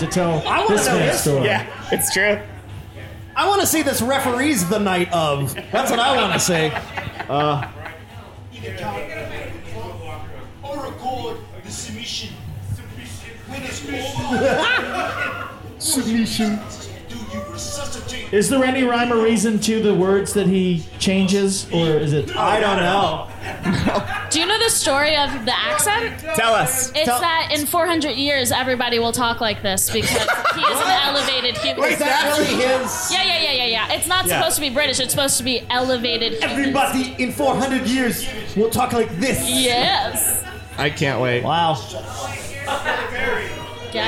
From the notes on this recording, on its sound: YSLW LIVE! It’s the first LIVE edition of You Should Love Wrestling, emanating from the Pack Theater in Los Angeles!